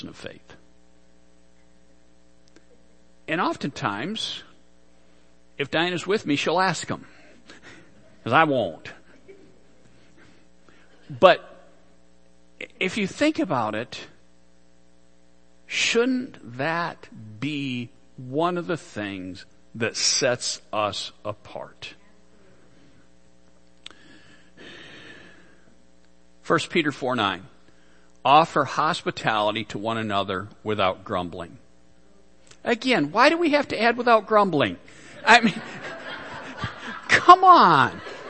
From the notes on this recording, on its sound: Worship Service - Audio.